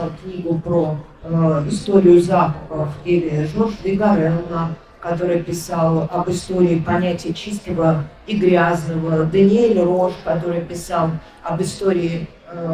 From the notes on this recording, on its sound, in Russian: записанном на книжной ярмарке Non/Fiction